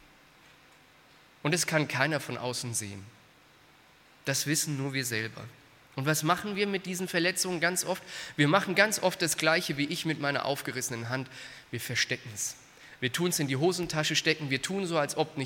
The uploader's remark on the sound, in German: aus dem Gottesdienst der Liebenzeller Mission